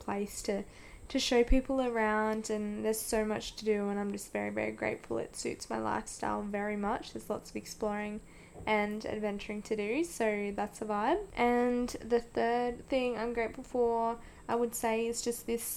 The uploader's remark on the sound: Apologies for the background noise, I usually record home alone but did not this time & still figuring out my microphone!